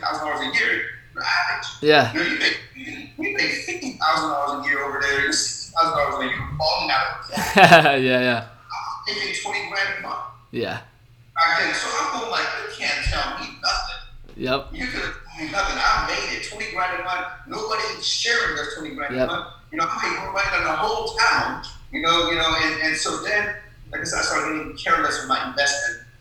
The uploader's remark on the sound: apologize for the bad audio on this episode, we had some technical difficulties and weren't able to do anything about it.